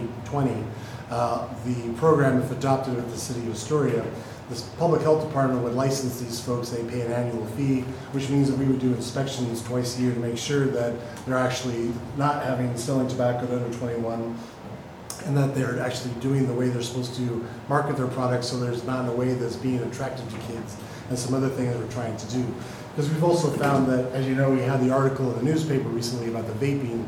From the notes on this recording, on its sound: Live recording of Astoria City Council Meeting